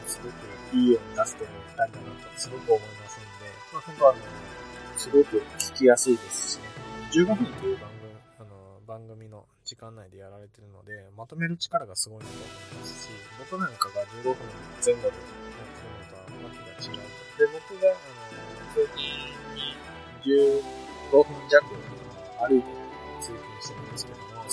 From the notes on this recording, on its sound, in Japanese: 謎の音質の悪さ